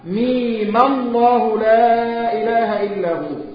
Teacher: هتمد ميم زي ما هي ست حركات ثم تفتحها · Term: تحريك الميم بالفتح